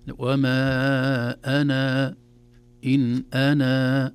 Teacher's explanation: حذفنا الألف تماما في كل أنا في القرآن الكريم محذوف إلا إذا وقفنا عليها